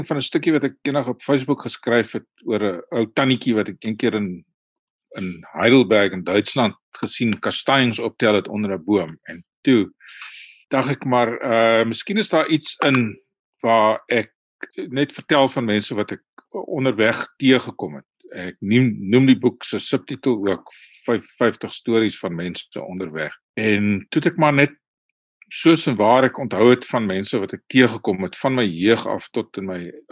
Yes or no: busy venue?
no